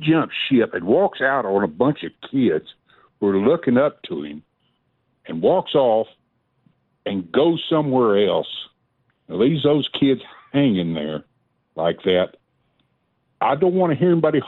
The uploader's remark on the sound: more of your phone calls.